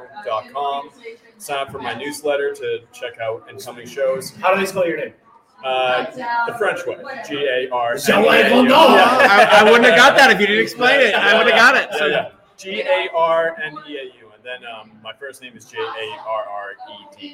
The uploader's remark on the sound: Right from Back Hill Beer Company! The audio is a bit wonky due to the live event, so bare with us!